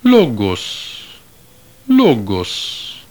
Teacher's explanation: If you listen carefully, I believe you heard no greater stress or loudness on the first syllable than on the second, but you heard that the musical pitch of the first syllable is higher · Term: acute accent